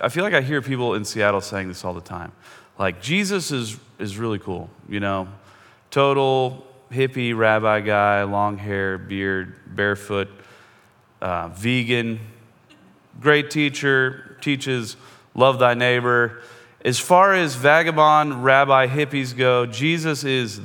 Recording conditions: large echoing room